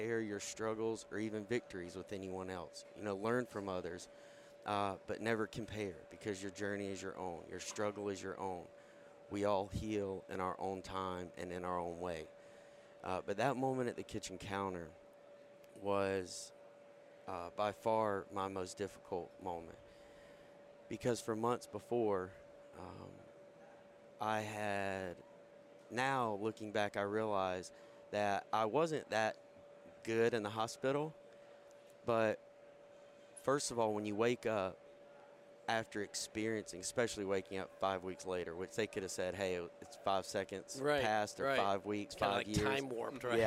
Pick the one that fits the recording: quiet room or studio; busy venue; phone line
busy venue